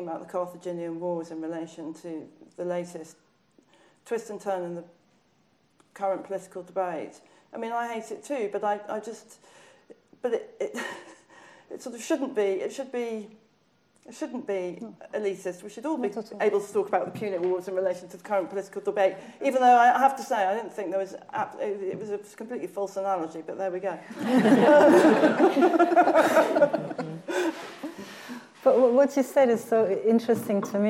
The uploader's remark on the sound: We return to the International Literature Showcase. This event was recorded at the Free Word Centre.